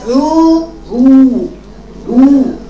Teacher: هي ما ضمتش من عند المخرج ما قالتش عو عو كانت ضمتها تميل للفتحه عو عو عو